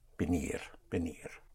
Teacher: But the V, pronounced with your lips, venir, like a soft B.